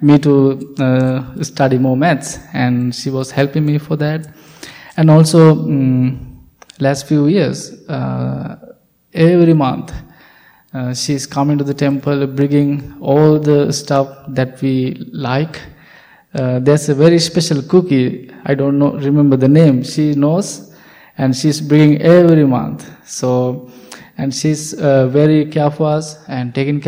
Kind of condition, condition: setting, large echoing room